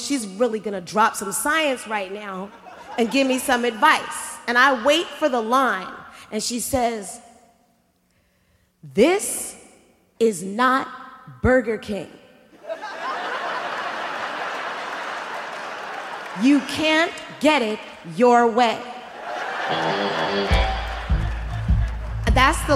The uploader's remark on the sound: Performed live at Snap LIVE! In Oakland's Paramount Theater.